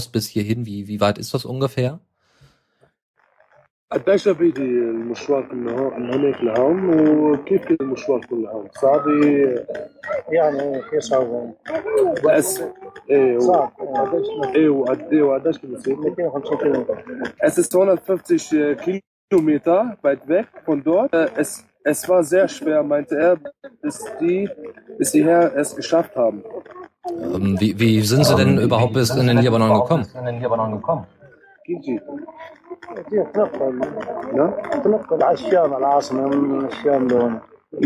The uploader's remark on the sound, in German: In dieser Sendung haben wir live aus einem Flüchtlingslager berichtet.